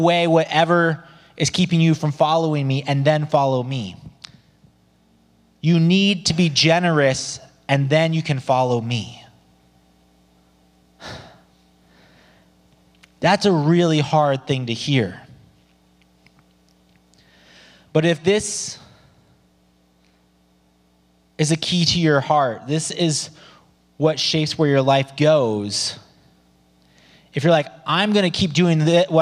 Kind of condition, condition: setting, large echoing room